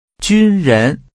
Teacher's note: The tones are high level and rising.